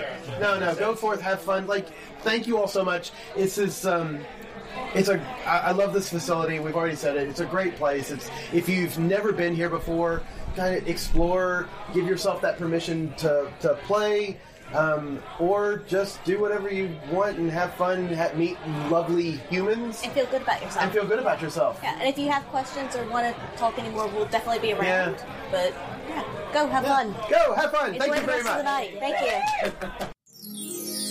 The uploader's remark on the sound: Live at Between Friends Wine Bar. Visit Between Friends Wine Bar in Melbourne and record a live podcast!